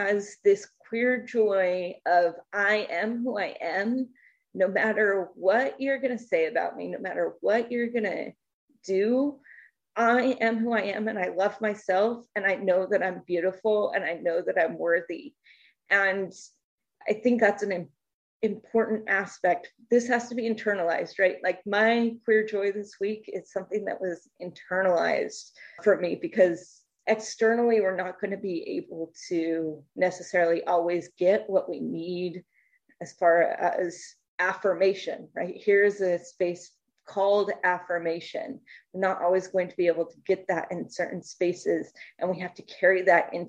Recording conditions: video call